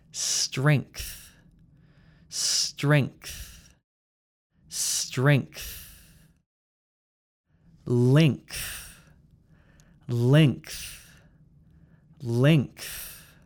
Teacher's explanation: This time it's the NGTH sound. So the N sound comes from your throat, then it moves up to the th sound